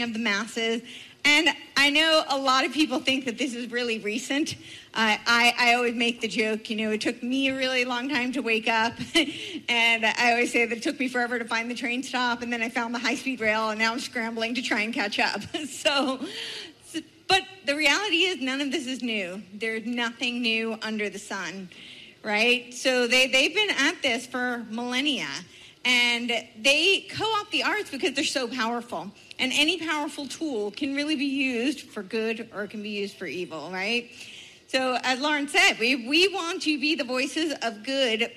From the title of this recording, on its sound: Speaks At Fall Freedom Fest